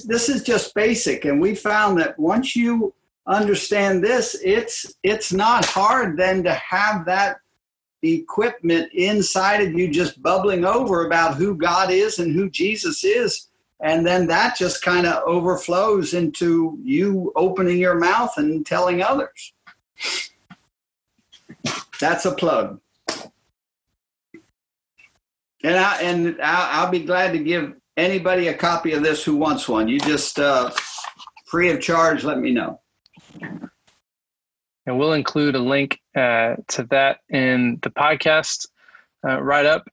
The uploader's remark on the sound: July's panel discussion, held via Zoom.